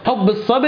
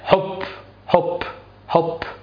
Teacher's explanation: لو ما حرصتش على الشدة والجهر ممكن تطلع الباء فاء · Shown in: first take